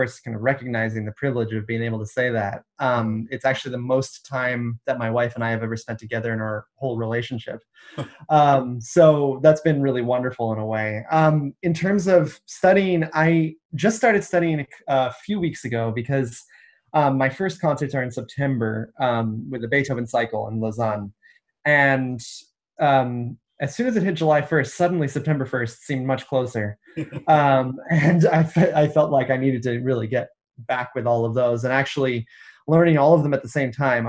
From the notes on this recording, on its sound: This interview was recorded on 13th July 2020 via Zoom.